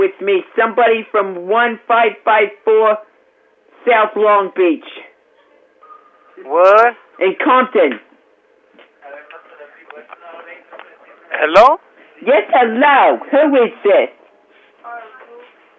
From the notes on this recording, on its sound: Prank Phone Calls